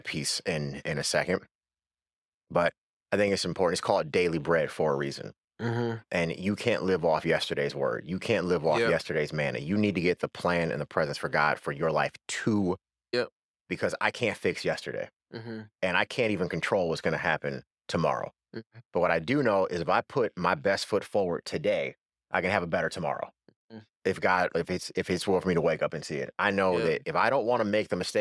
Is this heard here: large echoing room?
no